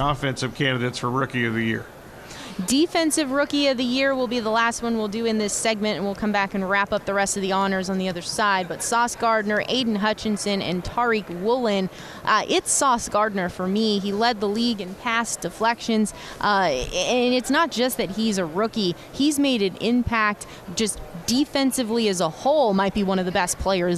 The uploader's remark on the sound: Extra Point live from Super Bowl Radio Row on 2/9/2023.